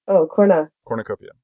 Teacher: I don't have an ooh. I have a schwa there.